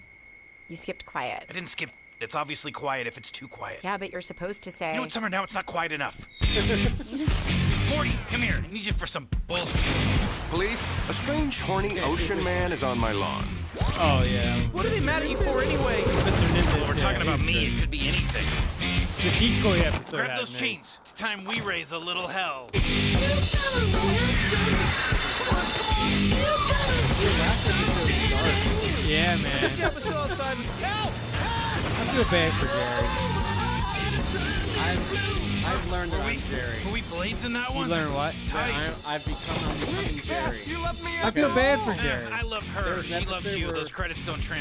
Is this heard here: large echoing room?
no